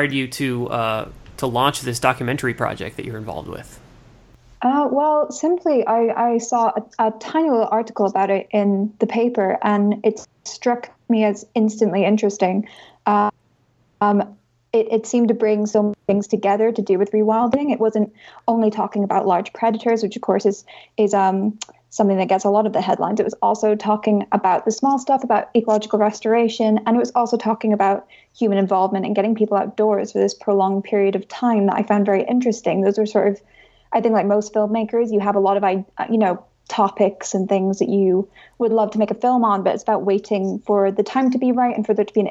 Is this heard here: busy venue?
no